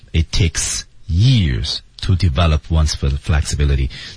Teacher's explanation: years to develop one'sflexibility，降调啊。那么在节奏上来说的话呢，我们要注意这句话呢，它节奏挺快的，其实感觉，但事实上是这样吗？我们看，It takes years to develop one'sflexibility， develop p 这个字母。要失去爆破， it takes 那 it 那个 t 也要失去爆破